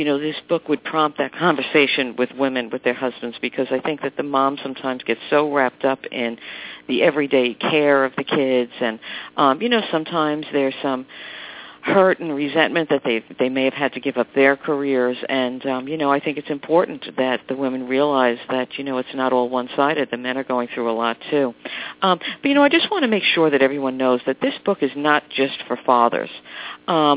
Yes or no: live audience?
no